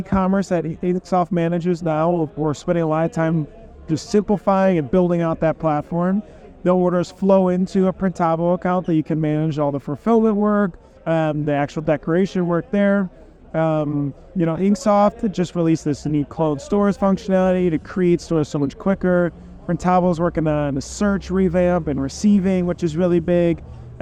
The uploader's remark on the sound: broadcast live from the sun-kissed shores of Newport Beach at the Print Hustlers Conference 2023